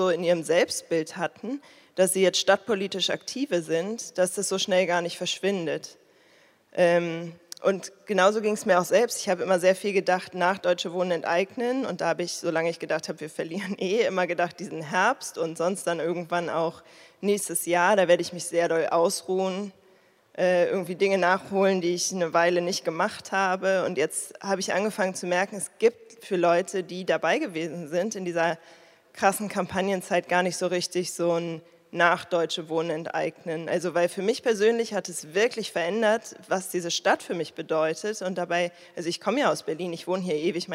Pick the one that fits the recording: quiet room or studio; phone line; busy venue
busy venue